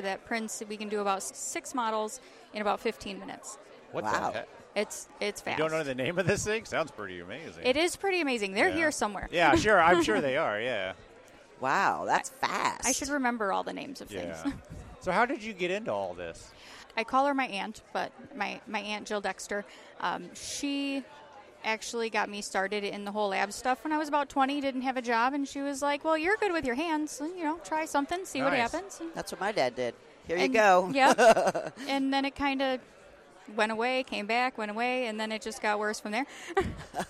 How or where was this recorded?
busy venue